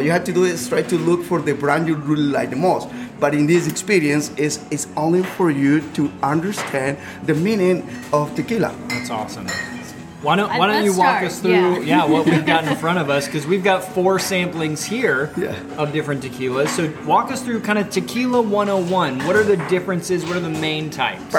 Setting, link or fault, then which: setting, busy venue